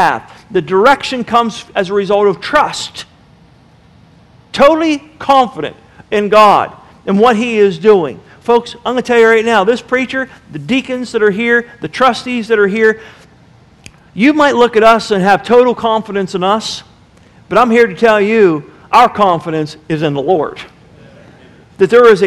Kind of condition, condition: setting, large echoing room